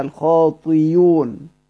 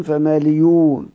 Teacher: والأخفش بعد الكسر ذا الضم أبدل بياء، بياء، فأبدلها ياء، يعني الهمزة المضمومة بعد كسر أبدلها ياء